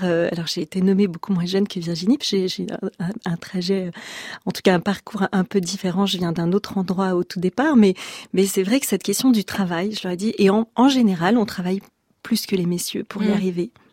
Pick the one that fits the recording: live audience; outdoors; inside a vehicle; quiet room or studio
quiet room or studio